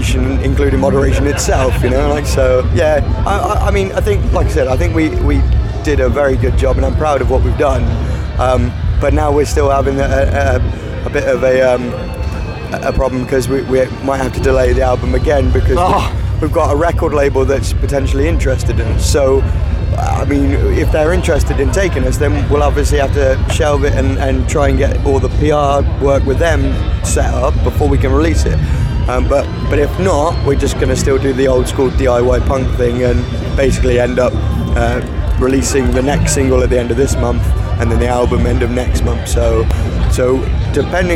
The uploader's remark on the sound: From our 'Live from Bloodstock Festival 2022' series - We sit down for a short interview.